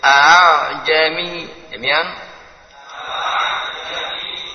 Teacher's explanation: Hamzah yang pertama dibaca tahqiq, yang kedua tashil antara alif dan hamzah.